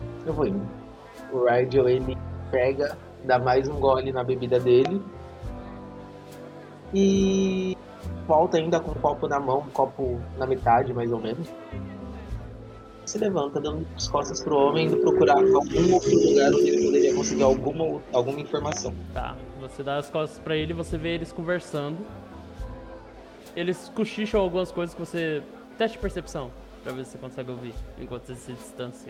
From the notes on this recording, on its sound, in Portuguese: Nessa mesa tivemos alguns problemas técnicos que persistiram e atrapalharam, de certa forma, a gravação.